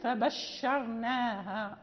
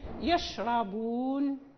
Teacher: يجب أن يبين هذا التفشي الذي في الشين خصوصا إذا كان ساكنا